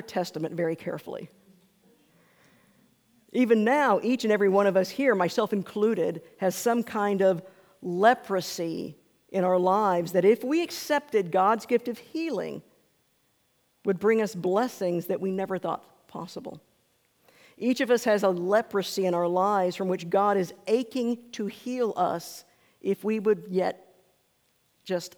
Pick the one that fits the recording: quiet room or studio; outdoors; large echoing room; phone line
large echoing room